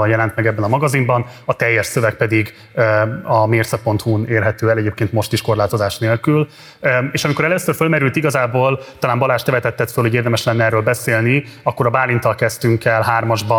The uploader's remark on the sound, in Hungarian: A Partizán március 15-i rendezvénye. Az OSA Archívumban gyűltünk össze március 15-én szerdán.